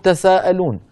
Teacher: وبعض القبائل كانوا يحذفون إحدى التائين تخفيفا، فبدلا من أن يقولوا تتساءلون يقولون تساءلون، وهكذا رواها الكوفيون. · Term: بحذف إحدى التائين